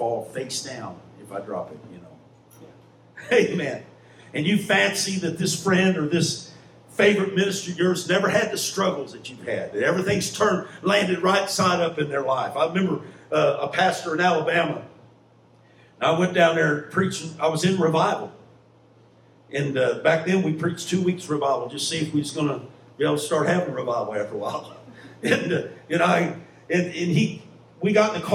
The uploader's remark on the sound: Live Church Service.